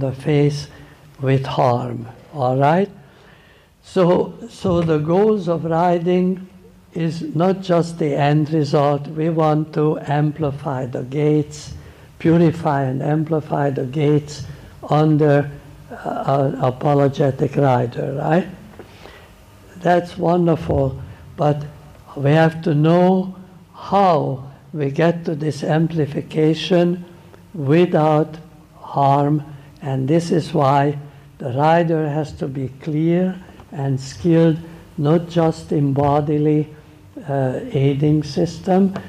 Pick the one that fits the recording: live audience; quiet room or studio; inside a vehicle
live audience